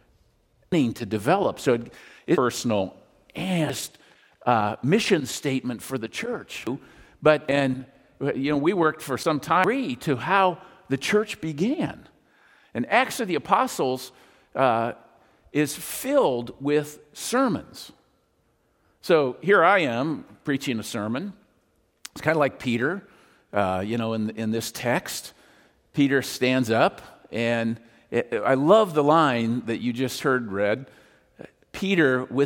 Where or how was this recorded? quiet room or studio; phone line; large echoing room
large echoing room